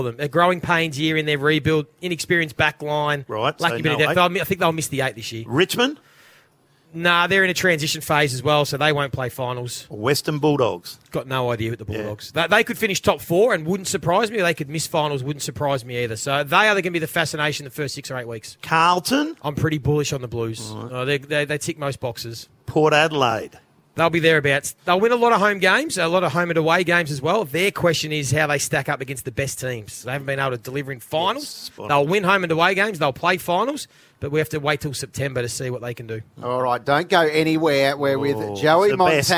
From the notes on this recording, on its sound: LIVE FROM IKON PARK. Ahead of the Charity Shield Game between Richmond and Collingwood. In the commentary box.